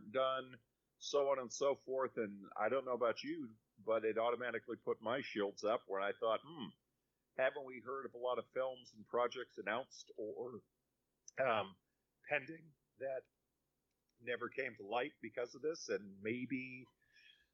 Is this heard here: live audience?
no